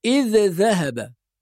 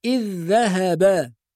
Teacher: كذلك في قوله تعالى إذ ذهب، بعض الناس بيظهر الذال الأولى فيقول إذ ذهب، وهذا خطأ، لأن الذال الأولى تضغم في الثانية، يعني ننطق ذال واحدة مشددة · Shown in: second take · Term: الإضغام